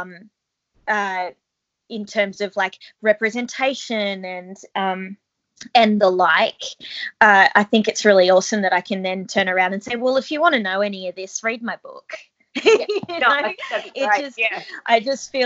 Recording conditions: video call